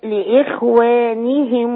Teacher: الهاء مكسورة لا تأخذ ضم الميم